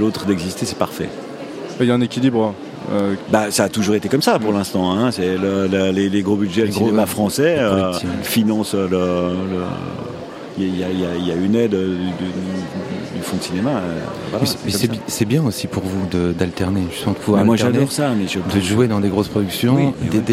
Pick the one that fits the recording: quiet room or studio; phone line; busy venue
busy venue